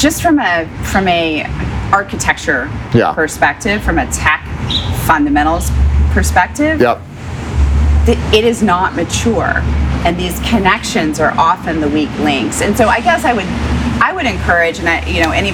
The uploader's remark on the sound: Live at Permissionless. The yWhales team reports from the Permissionless Conference and Expo in Palm Beach, Florida.